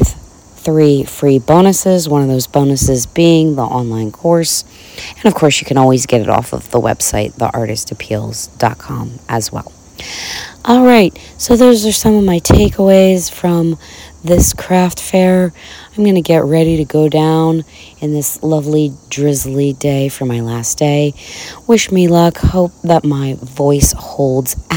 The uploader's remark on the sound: This episode comes live from my porch as I prepare for the final day of Kipona in Harrisburg Pennsylvania.